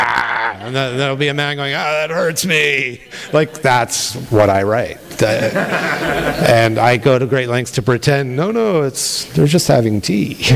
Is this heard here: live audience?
yes